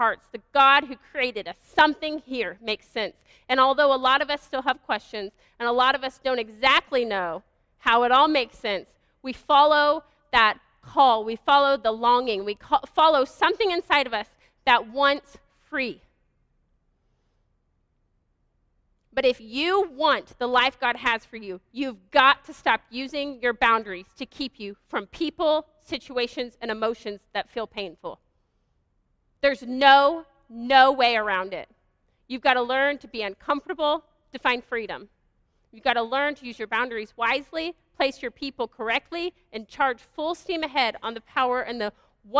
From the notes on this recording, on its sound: This is a live teaching done at Bykota Church service.